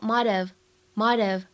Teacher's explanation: I'm sorry.在今天这两句话朗读过程当中呢，有几点需要注意。首先呢，就是这样一个缩写，当我们把这个 might 和 have 进行缩写之后呢，它的音标发音写的是 mighthave，mighthave。但是呢，在美音当中，我们通常来说会把这个 t 的发音呢做一个美音浊化的处理 · IPA: [ˈmaɪ.təv]